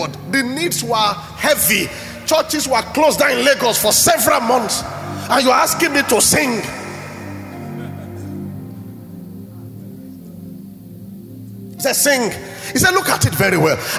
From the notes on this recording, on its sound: At Gracemade Christian Center's first-ever Grace Conference, celebrating the church's 5th Anniversary.